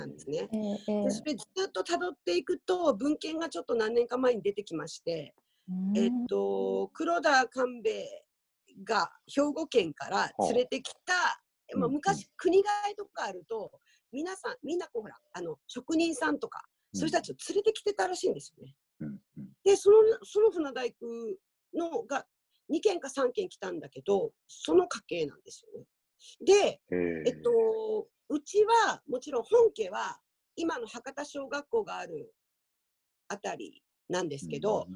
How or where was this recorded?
video call